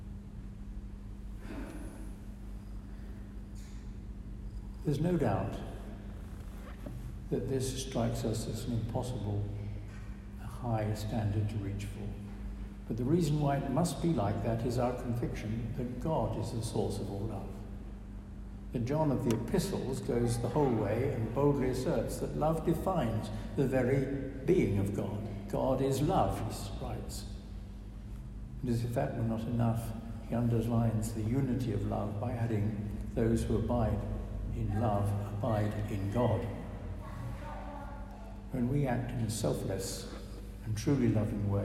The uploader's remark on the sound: preached at our service